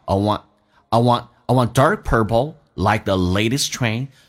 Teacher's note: 用降调读，因为不被强调所以速度显得快